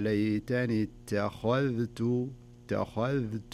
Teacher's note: ترقيق التاء والذال وتفخيم الخاء، يعني ما يصلح أقول ليتني اتخذت أو ليتني اتخذت، يعني تفخمها كلها وترققها.